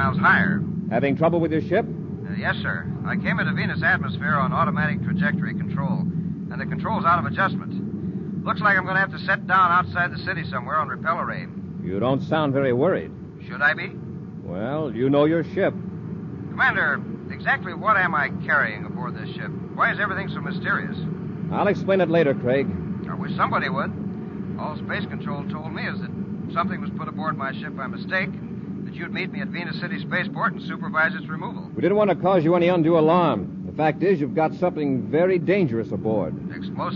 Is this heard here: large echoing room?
no